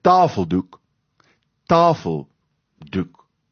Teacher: lê die klem op tafel